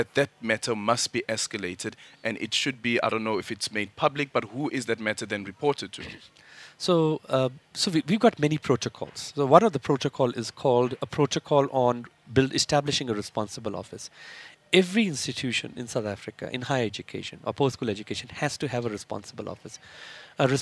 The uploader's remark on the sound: We continue our live broadcast from Birchwood Hotel in Boksburg where Minister for Higher Education, Science and Innovation is hosting the inaugural Transforming MENtalities Summit.